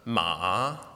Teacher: We use it over the course of a sentence, but pronounced here would be ma. The third tone is a falling rising tone